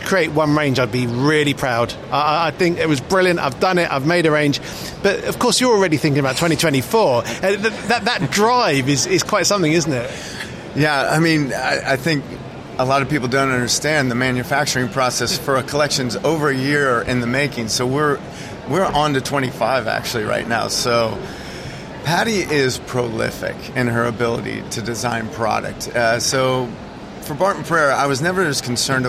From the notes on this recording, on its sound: Episode 3 "live" from Silmo Paris 2023. He heads to the Start Up Village to hear the story behind Junk Plastic.